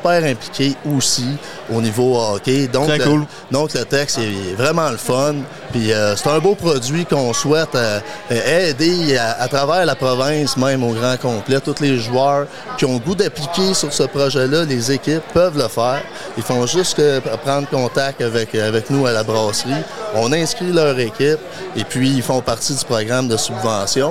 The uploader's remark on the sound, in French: Congrès Tite Frette 2023 - Salon Fournisseurs. Avec des microbrasseries en directe de notre salon fournisseurs annuel à Granby.